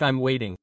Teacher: The T becomes a soft R